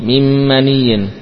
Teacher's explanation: Demikian pula min maniyin, nunnya hilang, masuk ke mim · Term: idgham